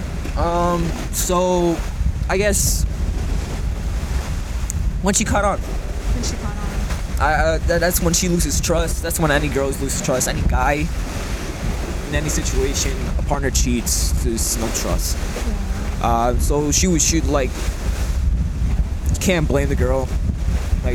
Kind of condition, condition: fault, wind noise